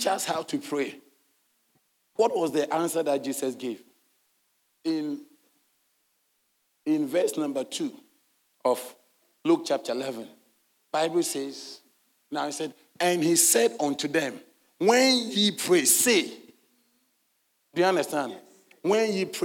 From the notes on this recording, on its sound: Sermon delivered on Sunday, October 22, 2023, at LCI Mega-Church in Cape Town, South Africa.